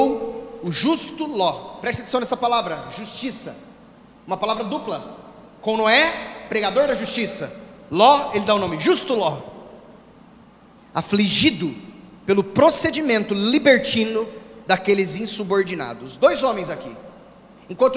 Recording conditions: large echoing room